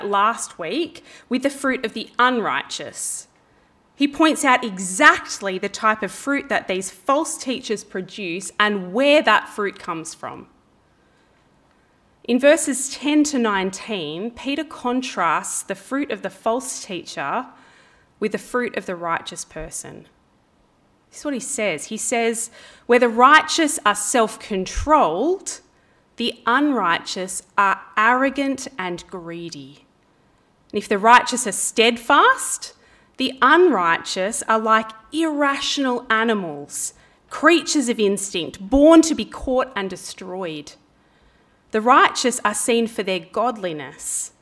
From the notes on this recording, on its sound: This talk was preached on 19/09/23 at Helensburgh and Stanwell Park Anglican Church.